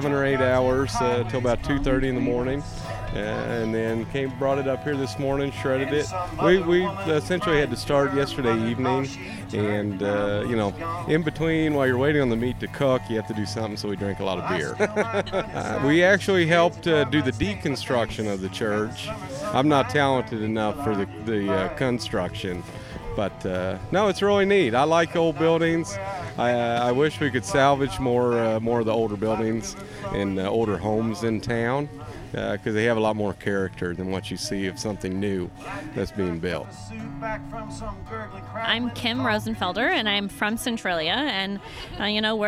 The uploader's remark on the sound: We visit a unique end-of-term tradition hosted by MU's Ancient Mediterranean Studies department: The Homer-athon. Captured the languages and the sounds of the recent 25th annual Homer-athon.